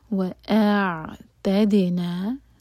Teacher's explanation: پہلے حمزہ کا ساؤنڈ آئے گا اور پھر عین. حمزہ اور عین مکس اپ نہ ہو، میک شور کہ حمزہ کا ساؤنڈ پہلے آئے. · دال پر سکون تو دال باؤنس ہوگا